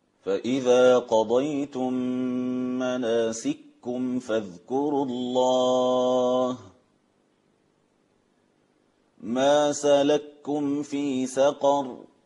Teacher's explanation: الإدغام الكبير في كلمة واحدة للمتماثلين